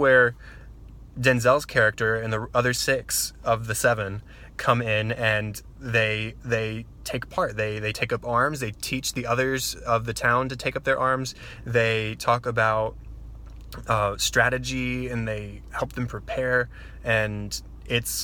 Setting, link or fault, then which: setting, inside a vehicle